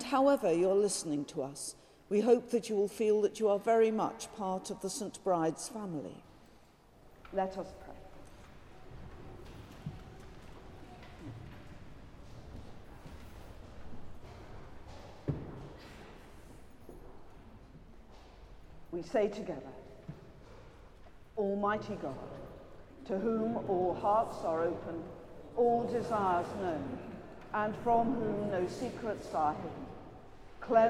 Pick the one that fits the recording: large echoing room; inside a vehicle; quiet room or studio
large echoing room